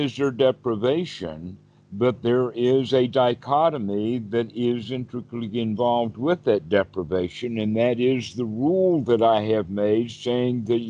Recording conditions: video call